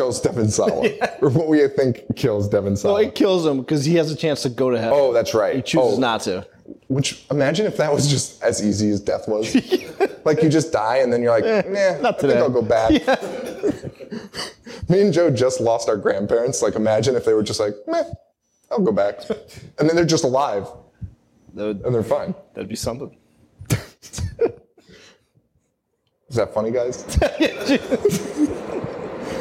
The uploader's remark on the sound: Live in Chicago!